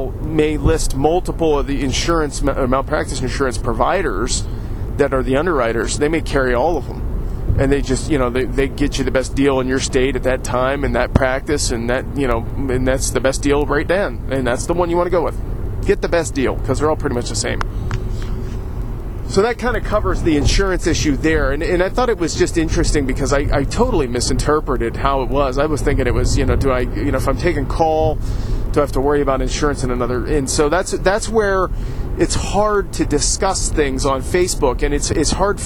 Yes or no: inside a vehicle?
yes